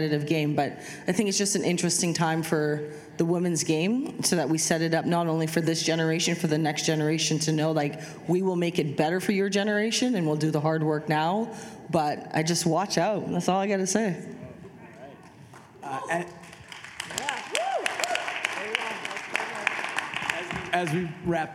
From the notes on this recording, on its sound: This episode was recorded in front of a live audience of Sport Oregon members at Wieden + Kennedy as part of a Sport Oregon Chalk Talk.